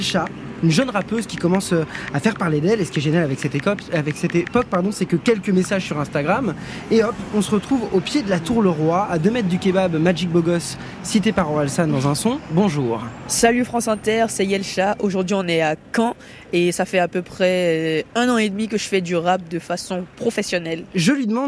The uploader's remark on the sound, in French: Le micro-trottoir en Normandie ce lundi pour ZoomZoomZen.